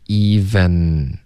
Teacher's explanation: 不要用前鼻音，要顶舌尖